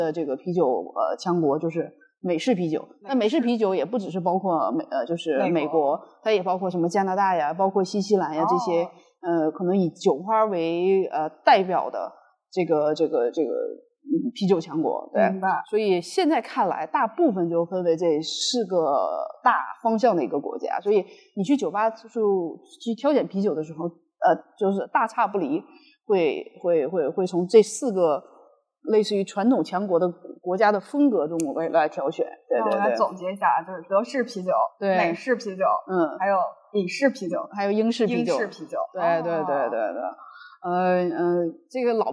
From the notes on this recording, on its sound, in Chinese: 本期节目收音欠佳请见谅，感谢各位的宽容。